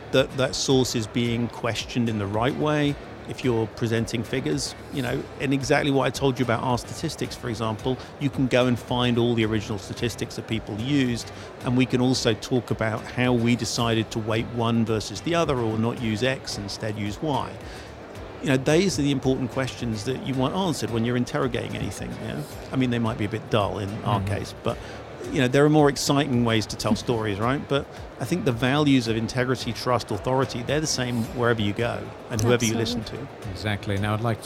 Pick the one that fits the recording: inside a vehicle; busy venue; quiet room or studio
busy venue